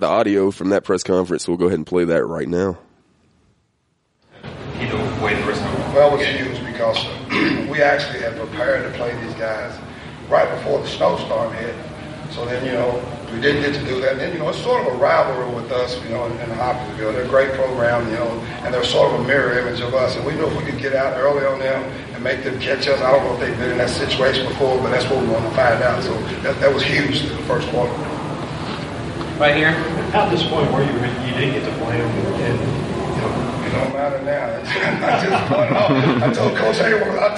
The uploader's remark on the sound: Including sounds from the games &amp; from the Devils Den. Including sounds from the games & from the Devils Den. Sounds from all tourney team awards, & much more!